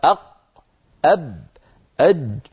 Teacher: هذه الحروف صوتها مقفول تماما ولا تقبل جريانا البتة · Term: الشديد